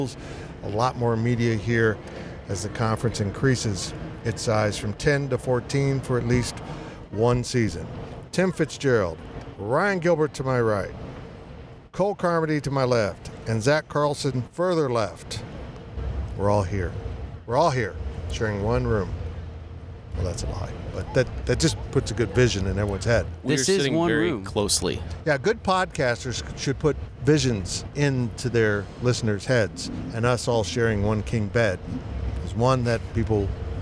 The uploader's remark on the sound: The annual Big 12 Media Days event in Arlington, Texas, and the Powercat Podcast crew is inside AT&T Stadium with the latest.